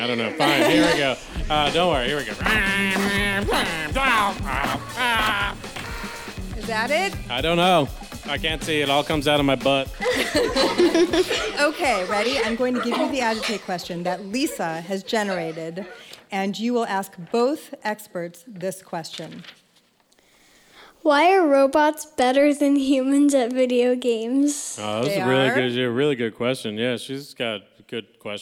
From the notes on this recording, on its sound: It's our first live show! Special thanks to the students and staff at Jefferson Elementary in Maplewood, NJ.